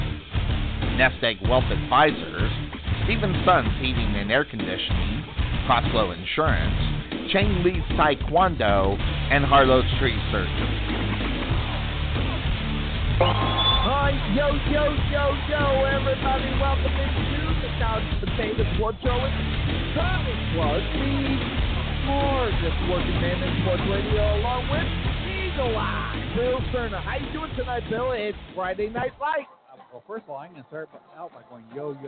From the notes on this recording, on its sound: Live Play-by-Play LIVE from HBJ Stadium